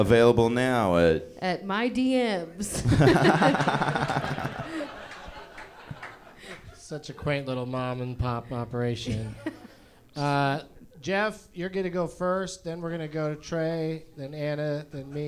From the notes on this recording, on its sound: Live from Go Bananas Comedy Club in Cincinnati